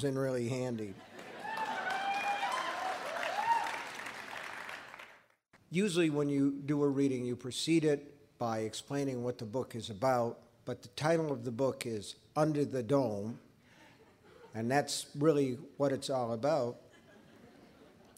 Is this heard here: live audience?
yes